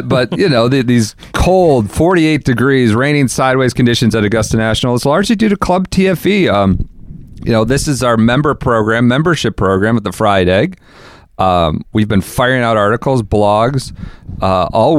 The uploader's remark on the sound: Record this Saturday podcast from Augusta National, where they empty the notebook with various amusements from the rain-soaked second and third round.